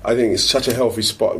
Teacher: He does actually say I think, but then he says healthy with a f. So that kind of thing, like TH sounds pronounced as f, those are kind of hallmarks of like colloquial regional accent.